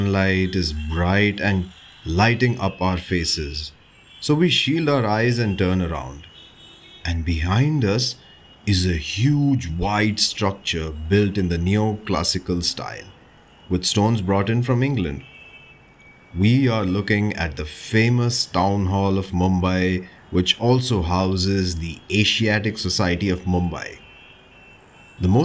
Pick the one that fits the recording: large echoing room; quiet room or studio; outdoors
outdoors